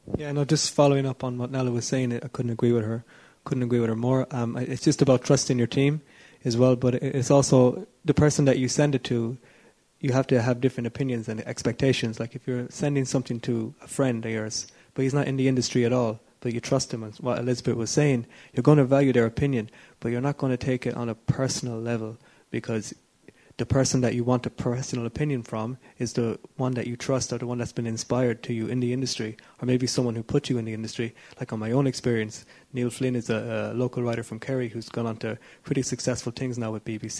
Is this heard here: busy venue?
yes